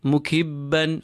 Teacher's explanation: the ba is a voiced letter. You have to feel the sound blocked up behind your lips. Mukibban, the tanween on the ba, the two fathas on the ba is followed by the letter ayn.